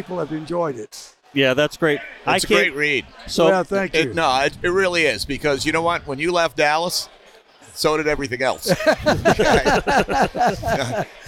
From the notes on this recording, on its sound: We go live from the gifting experience and have on various guests from the tournament